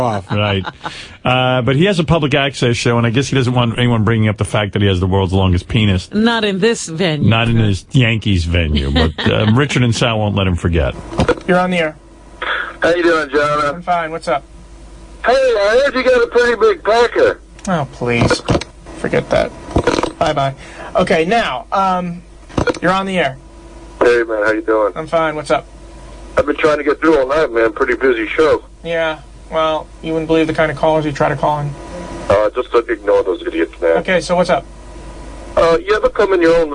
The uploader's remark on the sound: Prank Phone Calls Collection: 18 Crank Calls.